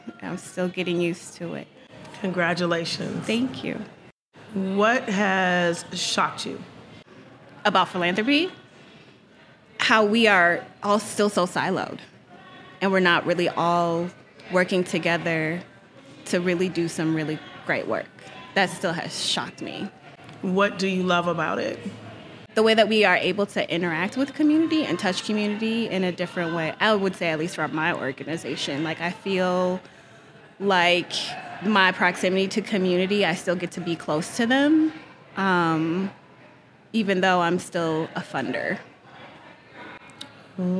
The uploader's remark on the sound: recorded during the "Portraits of Us" Book Launch Celebration